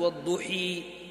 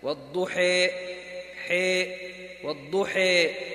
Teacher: أن ينحى بالفتحة قريبا من الكسرة وبالألف قريبا من الياء · Shown in: second take · فإذا أملنا من مقتضيات الإمالة إمالة الألف، طبعا ننتبه لا تقلب الألف ياء، فما نقول والضحي الآن هذه ياء قلبت ياء، هذا خطأ، لا ننحو يعني نميل الألف حتى نقربها من الياء تقريبا وليس قلبا، والضحي حي والضحي هكذا.